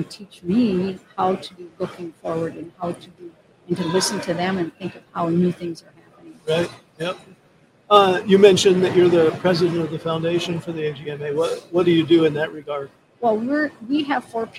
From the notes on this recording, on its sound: our afternoon of livestreaming from the American Gear Manufacturers Association's Motion + Power Technology Expo at Huntington Place in Detroit